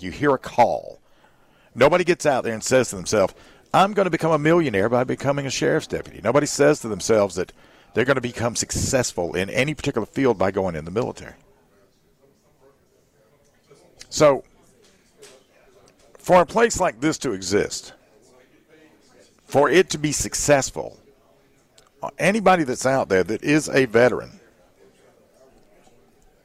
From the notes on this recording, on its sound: Live at Upstate Warriors